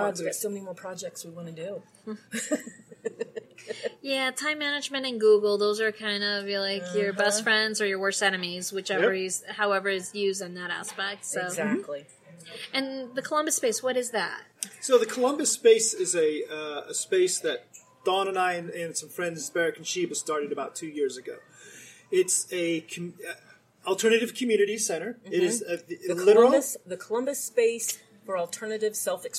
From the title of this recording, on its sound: Erotic Awakening Podcast at Leather Leadership Conference